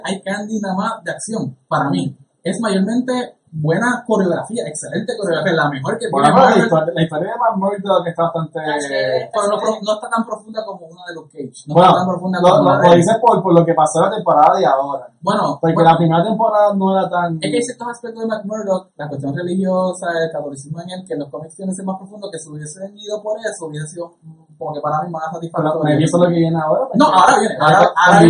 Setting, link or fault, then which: fault, poor sound quality